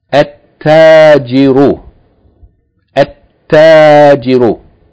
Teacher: Ta is a sun letter, so we're going to double it, and we're not going to pronounce the lam.